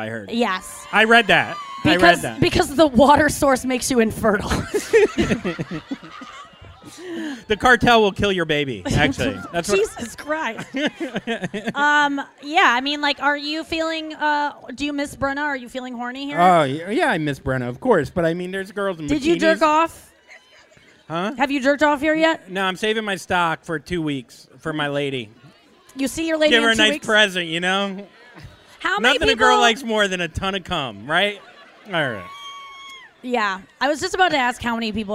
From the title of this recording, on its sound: Live From JUST FOR LAUGHS ESCAPES - CANCÚN!